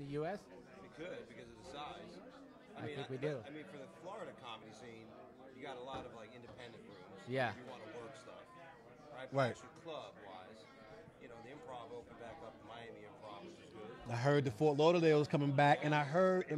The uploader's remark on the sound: at The World Series of Comedy!